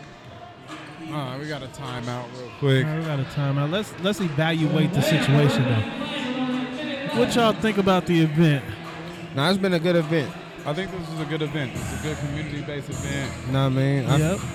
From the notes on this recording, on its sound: we were live at the Heart Break Gang Celebrity Basketball